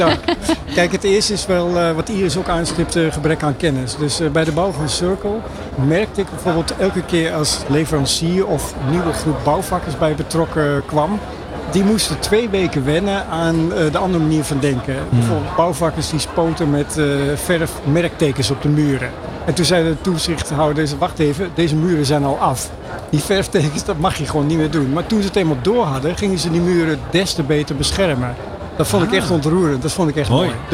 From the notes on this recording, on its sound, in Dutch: New Business Radio op de PROVADA 2023. Je hoorde New Business Radio LIVE vanuit de RAI Amsterdam.